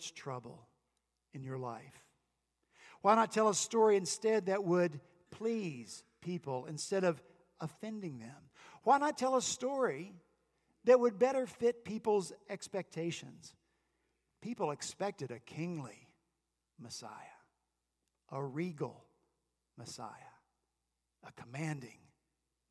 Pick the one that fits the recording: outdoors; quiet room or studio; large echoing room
large echoing room